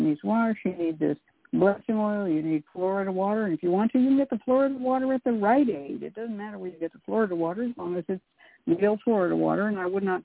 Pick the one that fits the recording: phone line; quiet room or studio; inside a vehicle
phone line